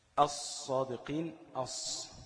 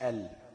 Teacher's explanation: الحروف بتاعة اللام الشمسية لا تنطق فيها الإيه؟ اللام · Shown in: first take